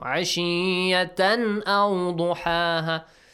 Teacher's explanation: Directly you have to go to the letter Hamza. No changes to the tanween sound. · Term: إظهار